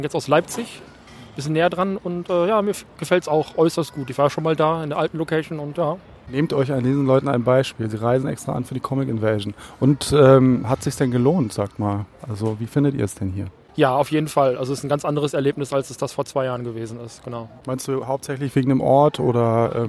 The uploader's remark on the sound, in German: Auch dieses Jahr haben wir wieder ein bisschen auf dem Hauptfestival aufgenommen und geben euch in der letzten Folge des Jahres einen kleinen Eindruck von der Comic Invasion 2018.